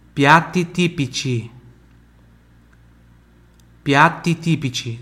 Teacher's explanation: Se você não fizer a pronúncia pura do TI, vai ficar com som de CI.